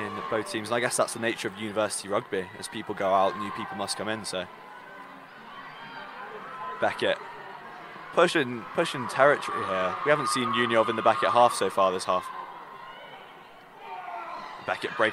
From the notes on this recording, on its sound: Listen in to the LIVE commentary from the 2023 Rugby Union Finale as we relive the crunching tackles, weaving tries and a few streakers in between.